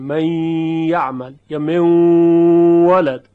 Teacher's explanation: ببینید مثلا وقتی شما نون رو یا تنوین رو در حرف یا ادغام میکنید، صفت غنه باقیه، من یعمل، این غنه نون باقیه، گرچه مخرج نون دیگه نیست اینجا، ما یک یا داریم میگیم، یا رو صوتش امتداد میدیم و غنه رو هم روش پیاده میکنیم · Term: ادغام ناقص